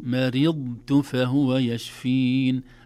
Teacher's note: الضاد أيضا لا تسمع من بعيد بقوة وليس فيها قلقلة، لكن ينبغي علينا أن نراعي إطباقها وتفخيمها واستعلاءها، وألا تشبه يعني وجودها مع التاء في هذا التقارب، لا تشبه الحرف المدغم.